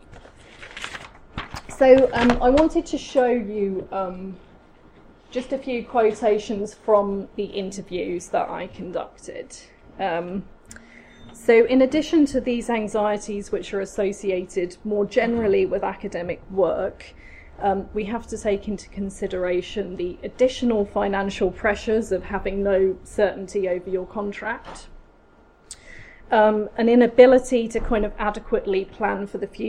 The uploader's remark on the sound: Speaks at SRHE Higher Education Policy Network Event - Casualisation and the academy: Considering the implications for academics, students and higher education policy.